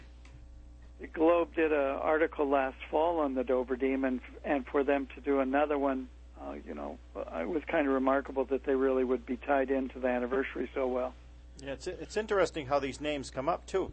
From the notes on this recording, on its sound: On the phone. Call in from the actual spot of the original sighting.